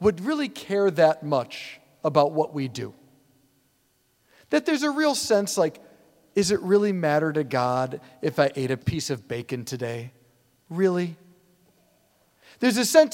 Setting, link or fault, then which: setting, large echoing room